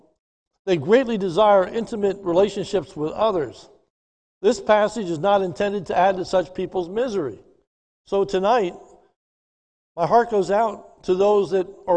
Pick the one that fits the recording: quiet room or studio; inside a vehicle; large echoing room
large echoing room